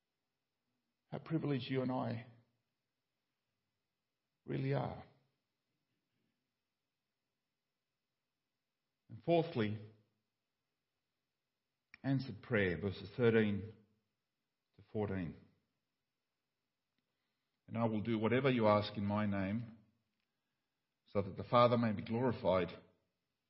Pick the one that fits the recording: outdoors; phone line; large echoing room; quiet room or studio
large echoing room